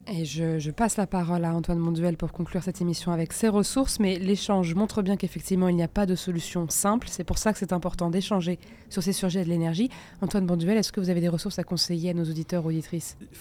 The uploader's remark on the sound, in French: Cette émission a été enregistrée depuis la première édition du festival Double Sciences , au Ground Control, à Paris ! Cette émission a été enregistrée depuis la première édition du festival Double Sciences , au Ground Control, à Paris !